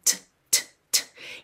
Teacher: Lembra que a letra T em inglês, ela tem um arzinho